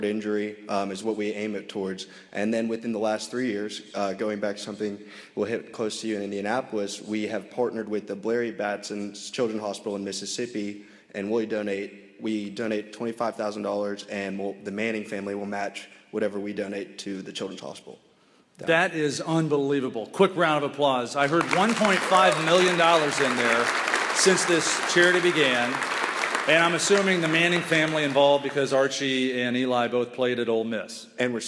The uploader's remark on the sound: This show begins at the Sigma Nu College of Chapters National Convention in front of a live studio audience.